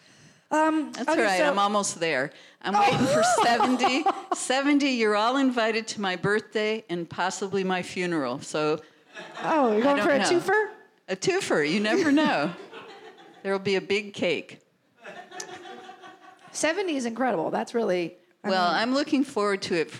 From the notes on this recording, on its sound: Live Show. Including questions from the audience.